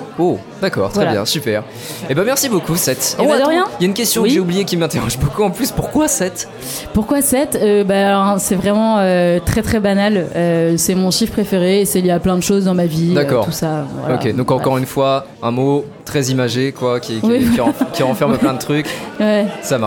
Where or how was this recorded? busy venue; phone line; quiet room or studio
busy venue